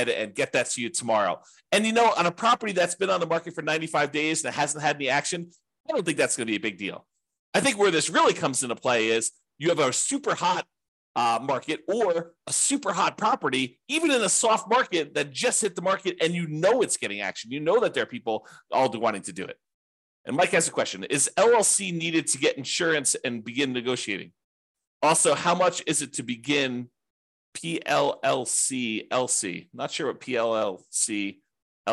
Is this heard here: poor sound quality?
no